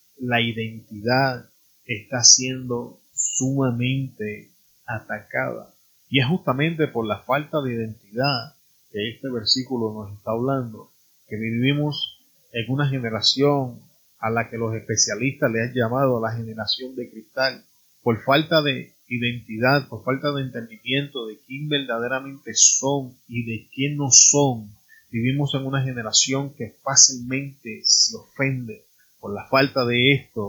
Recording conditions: poor sound quality